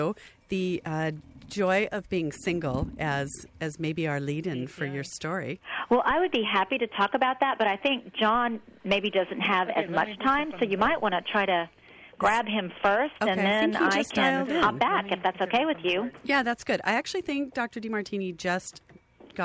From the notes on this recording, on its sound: call